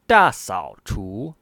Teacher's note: 大 is in the fourth tone, 扫 is in the third tone, and 除 is in the second tone